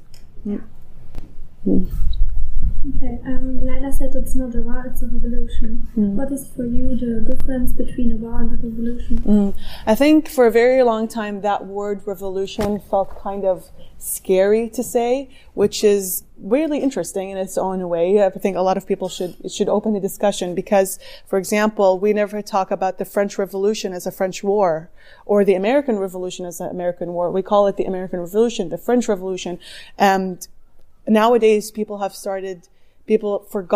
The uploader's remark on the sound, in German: Nach Hamburg zu einem Interview. Im Anschluss an die Lesung bei dem Harbourfestival durften wir unserer Interview führen.